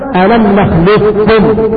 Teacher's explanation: وأما الإدغام تدغم القاف في الكاف فتنطقها كاف مشددة